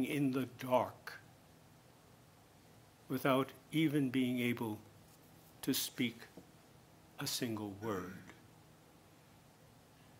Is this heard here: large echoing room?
yes